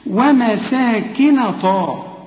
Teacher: هنا ما نقولش ومساكن طيبة ومساكن نا، لا يا سيدي، ومساكن طا، النون هنا مرققة، الطاء هنا مفخمة